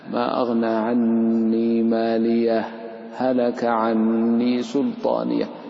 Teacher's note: ولن يتأتى الإظهار إلا بسكت لطيف. ما أغنى عني ماليه هلك عني سلطانيه، تسكت سكتا لطيفة، فبهذا لا تضغم الهاء في الهاء.